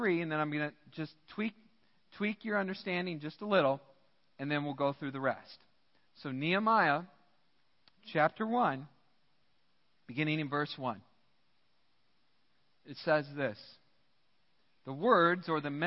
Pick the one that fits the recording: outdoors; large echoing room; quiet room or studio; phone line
large echoing room